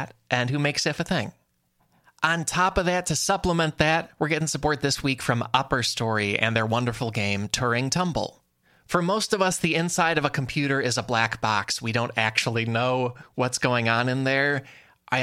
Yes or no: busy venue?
no